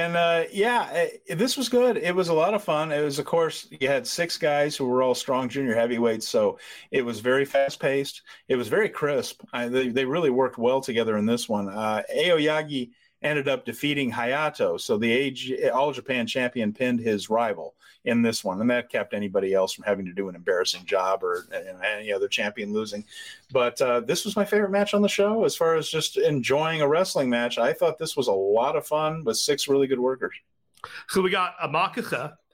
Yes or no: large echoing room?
no